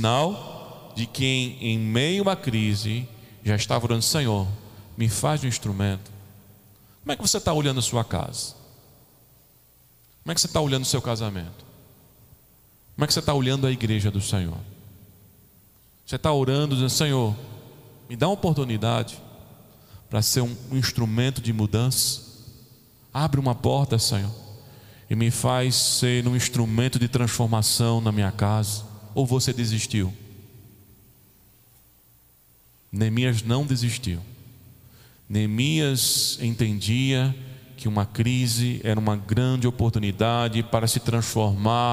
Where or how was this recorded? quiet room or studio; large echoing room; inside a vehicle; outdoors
large echoing room